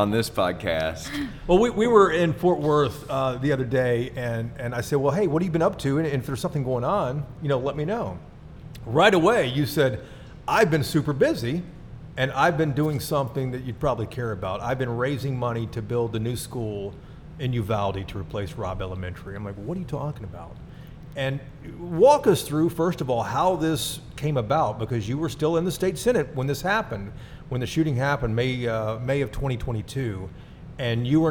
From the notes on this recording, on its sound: Recorded live at The Texas Ale Project in Dallas.